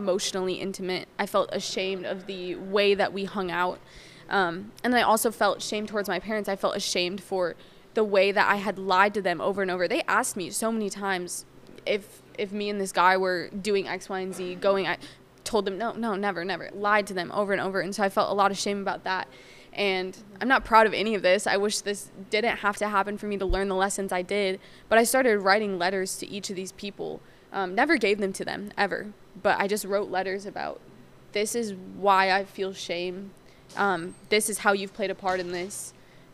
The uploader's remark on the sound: we recorded in a coffee shop, so you guys will hear some background noise for suuure.